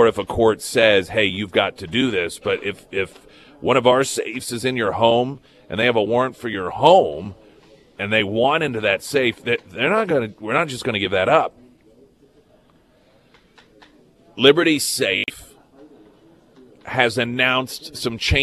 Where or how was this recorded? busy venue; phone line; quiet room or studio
busy venue